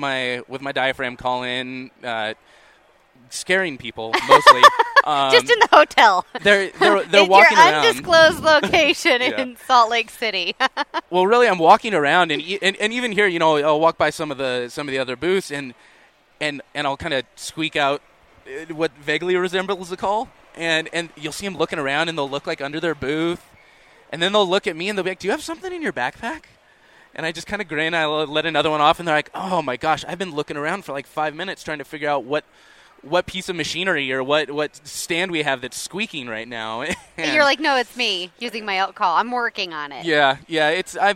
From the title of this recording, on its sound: at the International Sportsman's Expo